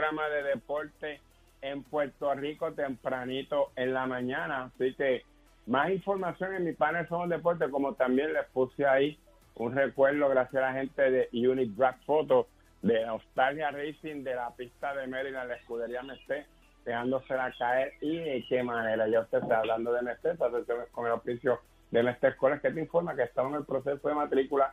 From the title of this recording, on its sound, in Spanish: Recibimos las llamadas del público